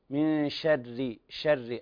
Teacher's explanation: الشين ترقق في كل الألفاظ الواردة في السورة